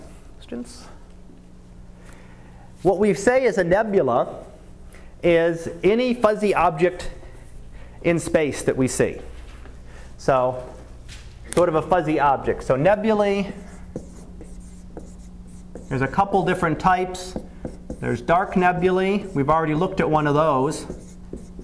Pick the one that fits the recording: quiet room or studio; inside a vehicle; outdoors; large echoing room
large echoing room